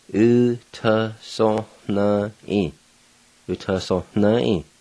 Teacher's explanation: Number five is old man. U-t-so-n-i. The end sound is nasalized.